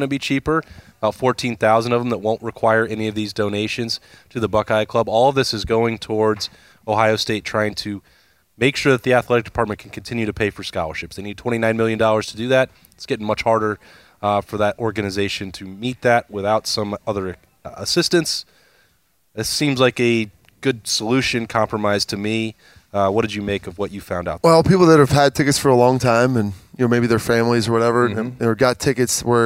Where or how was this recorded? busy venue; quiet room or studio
busy venue